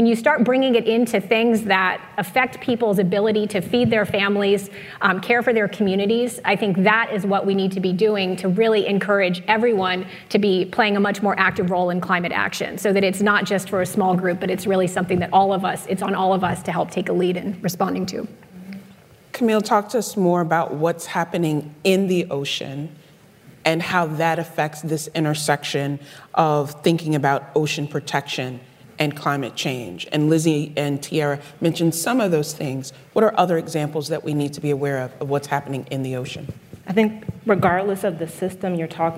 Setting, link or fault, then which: setting, live audience